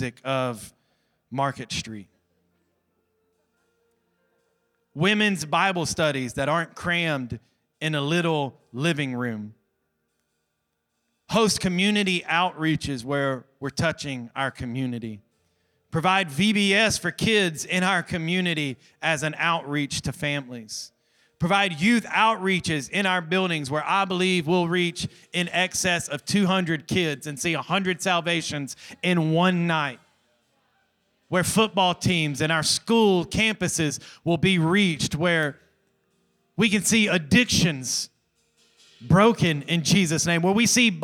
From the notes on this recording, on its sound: Recorded from our weekly Sunday evening service. Restoration Church.